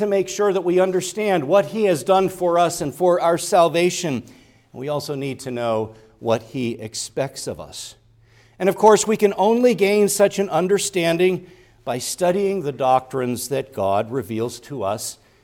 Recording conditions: large echoing room